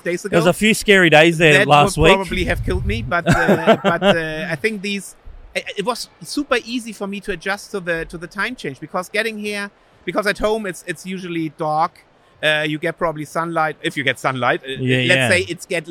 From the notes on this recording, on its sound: filming live on location at Brickvention 2023